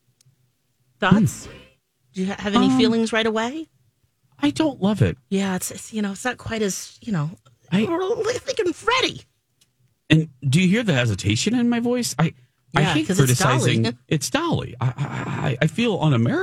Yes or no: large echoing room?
no